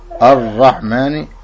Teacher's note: الراء مفخمة لأنها مفتوحة، فإذا كانت الراء مفتوحة أو مضمومة تفخم، إذا كانت مكسورة ترقق، أما إذا كانت ساكنة ينظر إلى ما قبلها، تأخذ حكم ما قبلها.